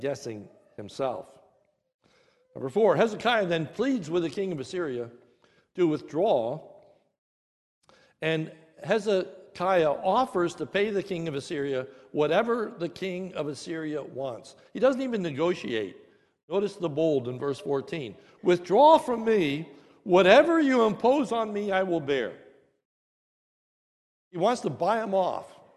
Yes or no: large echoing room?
yes